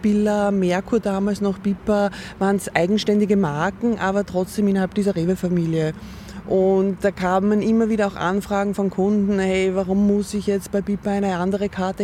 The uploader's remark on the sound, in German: aufgenommen haben wir das Interview im Sommer im Park von Schönbrunn in Wien – daher düst auch mal ein Bimmelzug an uns vorbei